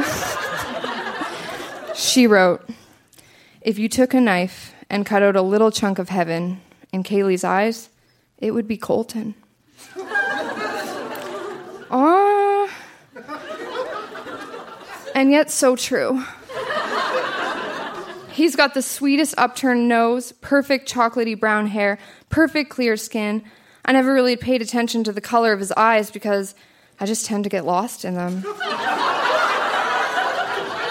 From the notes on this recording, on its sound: Recorded live at The Artesian in Regina.